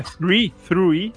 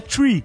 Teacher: o meu 3 em inglês, ele tem um U escondidinho · Shown in: first take